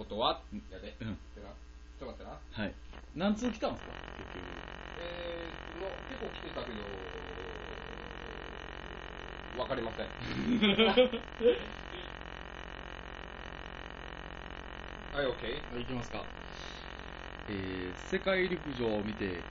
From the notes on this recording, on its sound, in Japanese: 雑音が少しうるさいですが、すみません。。。もうマイク替えますんで。。。